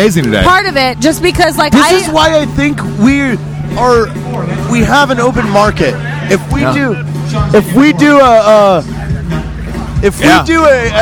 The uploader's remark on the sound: It also helps that we did it live from a Las Vegas bar in the middle of the afternoon.